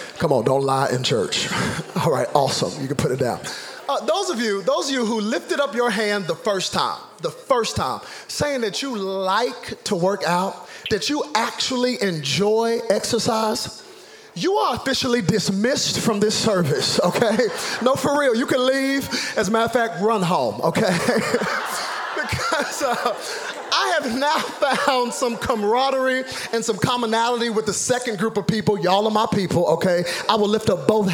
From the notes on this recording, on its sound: Zoe Church LA. Live from El Rey Theater.